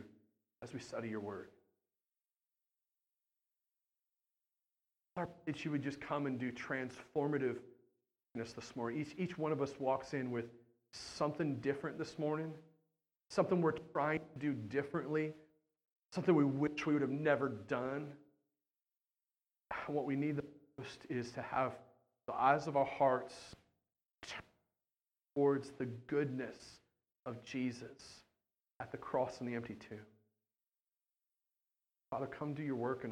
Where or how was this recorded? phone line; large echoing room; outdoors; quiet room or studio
large echoing room